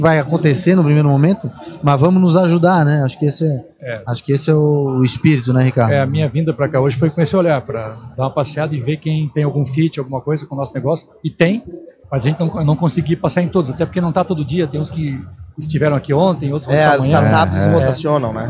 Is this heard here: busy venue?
yes